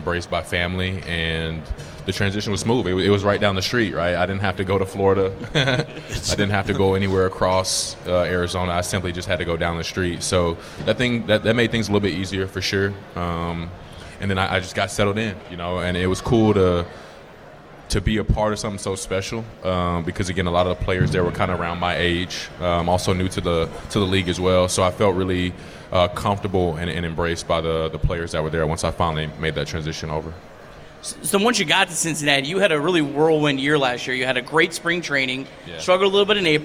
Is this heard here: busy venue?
yes